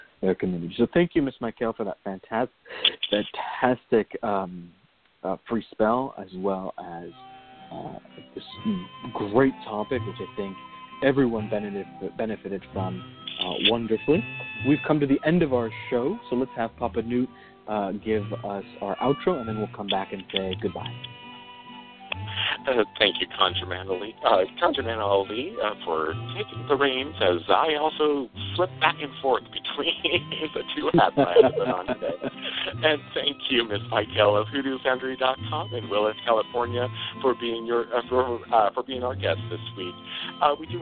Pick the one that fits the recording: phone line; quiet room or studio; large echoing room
phone line